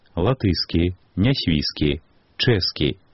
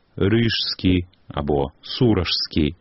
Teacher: На стыку кораня і суфікса застаецца толькі адзін гук «с». · Shown in: first take